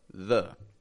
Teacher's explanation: Now the, it gets that schwa sound, it's quick and quiet, because it's a function word. It's a grammar word.